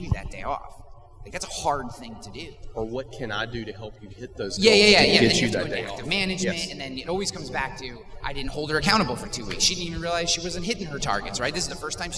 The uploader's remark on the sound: In Cleveland, Ohio in front of an audience of over 150 people for a live recording of the podcast. Special live episode.